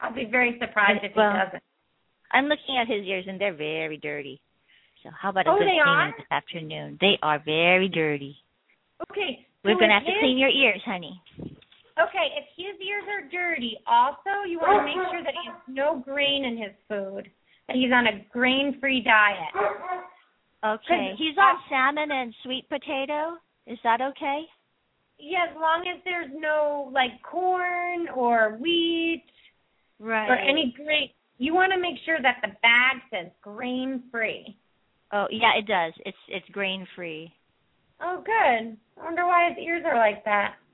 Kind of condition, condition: link, phone line